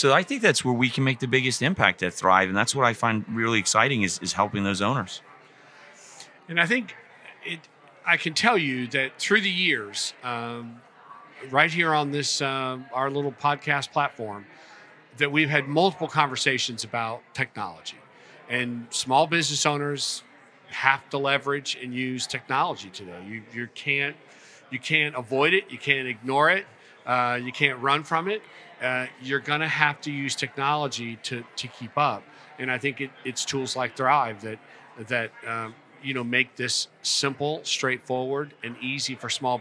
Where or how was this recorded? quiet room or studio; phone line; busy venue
busy venue